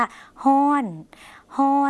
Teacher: คำว่าร้อนในภาษาไทยนะคะภาษาลาวออกเสียงว่าฮ้อน · Term: ฮอเฮือน